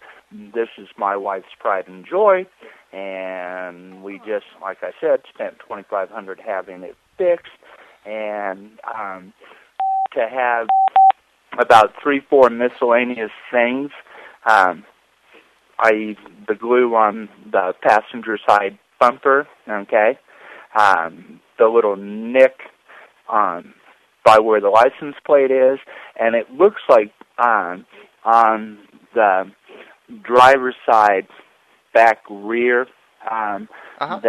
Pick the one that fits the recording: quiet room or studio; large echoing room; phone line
phone line